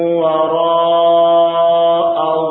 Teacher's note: Waro'a ini dipanjangkan 4 harokat. Mat wajib mutasil.